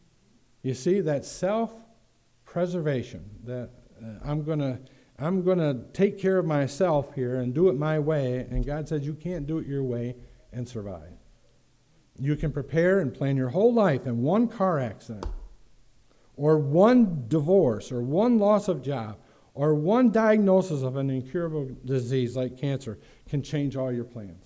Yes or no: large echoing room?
yes